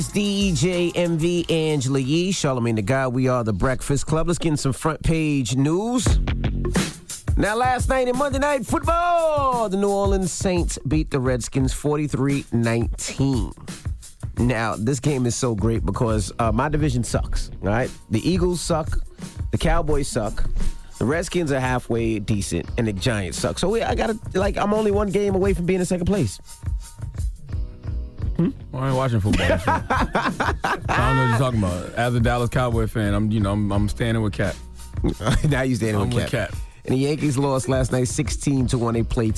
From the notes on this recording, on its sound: we opened up the phone lines